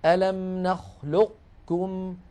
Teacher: ليس في القاف إطباق بل فيها استعلاء